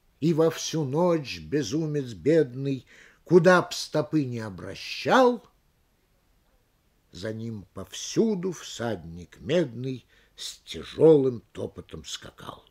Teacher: При запятой хочется загнуть звук кверху и оставить на некоторое время верхнюю ноту висеть в воздухе. При этом загибе звук переносится снизу вверх, точно предмет с нижней полки на более высокую. · Term: голосовую фигуру запятой